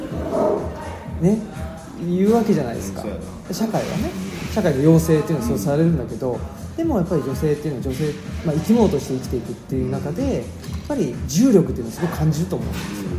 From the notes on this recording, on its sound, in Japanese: 高崎駅前で二人で収録。